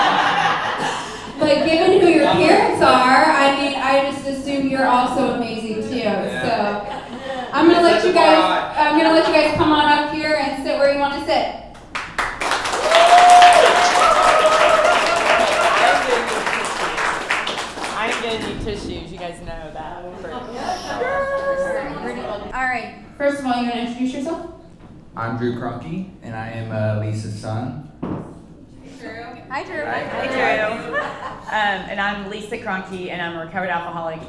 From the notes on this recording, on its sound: we record live from a special Mother's day edition of Breakfast Club